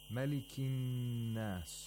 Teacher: And the word an-nas, the lam of an-nas, and also the hamzatul wasl are silent because there's a sun letter after the alif lam. So noon becomes mushaddad, and you have to apply ghunna for two vowel counts